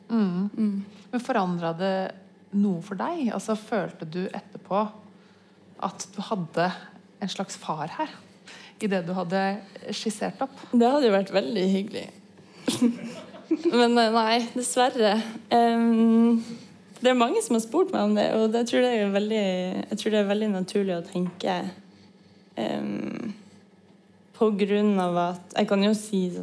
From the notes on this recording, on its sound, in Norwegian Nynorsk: Denne spesialepisoden av Samlagets podkastserie blei spelt inn framfor publikum på Litteraturhuset i Trondheim.